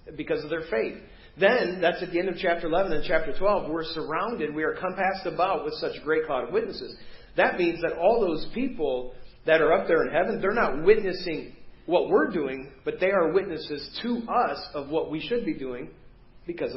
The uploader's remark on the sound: Preached at First Baptist Church of Hazel Park